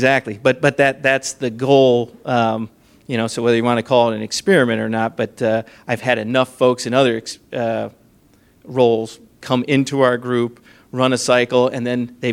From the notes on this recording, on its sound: This is the audio recording from the live event on 9/21/2017 at Rev1 Ventures.